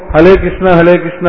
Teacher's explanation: వాళ్ళ దేశంలో రా అనే అక్షరానికి బదులు ఎప్పుడు లా అనే పలుకుతారు